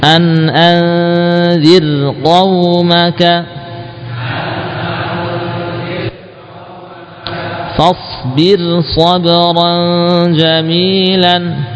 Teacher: roknya semuanya sukun dan sebelumnya kasrah, maka dibaca tipis